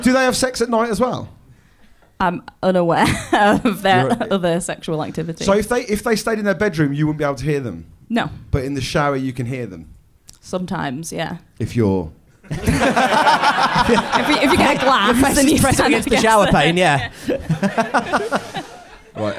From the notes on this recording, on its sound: Recorded live at The Phoenix pub.